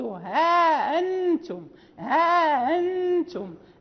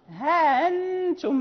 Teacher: ليست عنده ألف بين الهاء والهمزة المسهلة · Shown in: second take